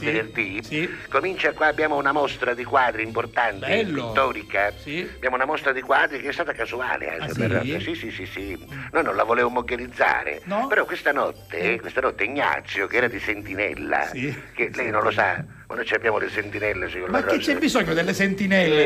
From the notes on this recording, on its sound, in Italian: In studio abbiamo avuto ospite. Al telefono.